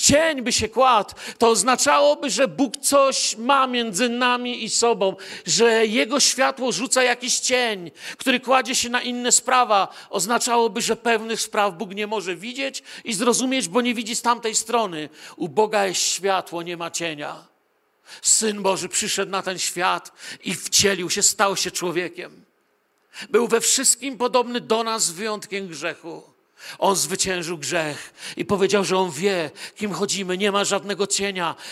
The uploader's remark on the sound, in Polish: Wykład nagrano podczas nabożeństwa w Kościele „Filadelfia” Bielsko Biała.